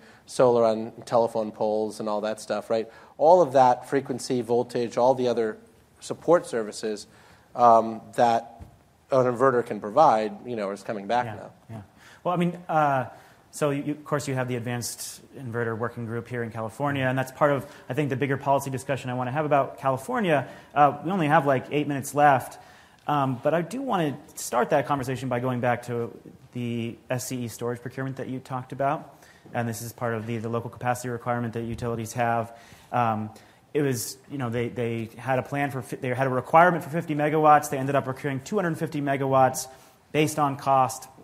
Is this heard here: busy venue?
yes